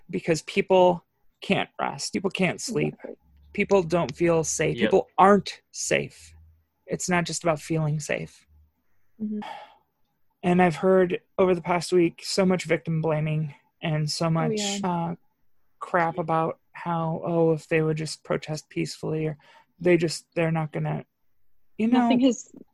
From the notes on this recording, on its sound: (another zoom edition).